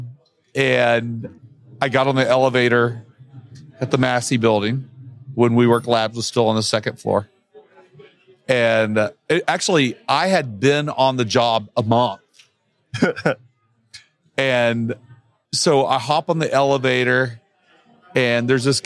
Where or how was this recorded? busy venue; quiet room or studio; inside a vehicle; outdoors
busy venue